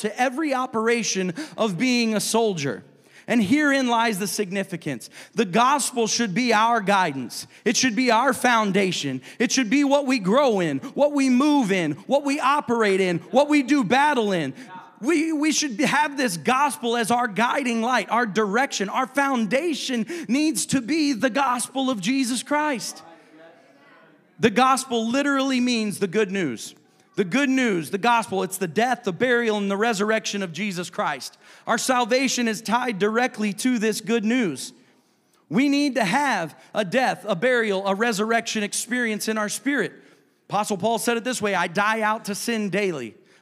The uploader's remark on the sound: a service recording from Connect Point UPC